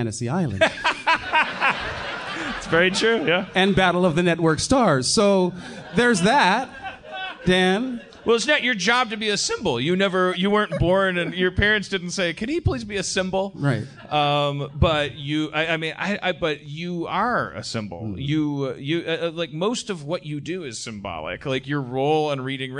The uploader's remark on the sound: LIVE from Austin, TX